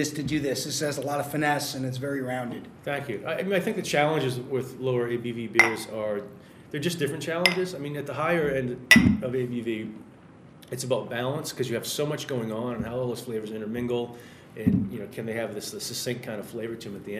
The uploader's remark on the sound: a special segment recorded at Notch Brewery in Salem, Massachusetts